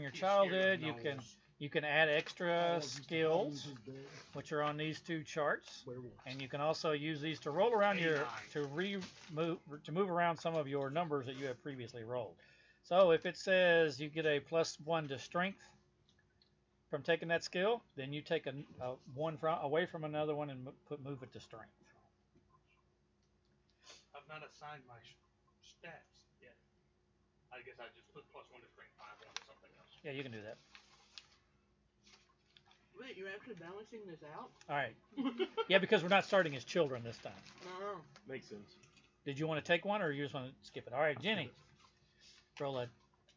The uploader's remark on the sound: Apologies for the sound quality, we have already upgraded some equipment to correct the issue.